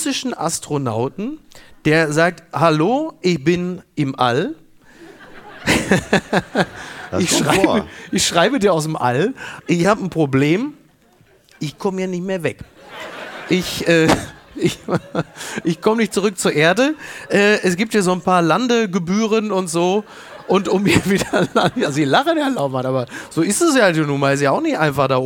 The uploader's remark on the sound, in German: Schützenfest & flauschig - live aus Dortmund